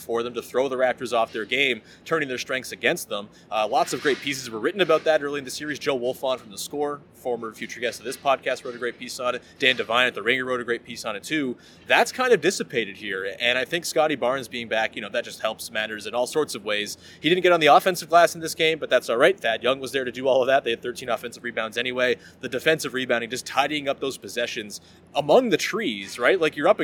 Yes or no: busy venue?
yes